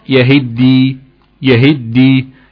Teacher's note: التاء سكنت والهاء كسرت وتم إضغام التاء في الدال فأصبحت يهدي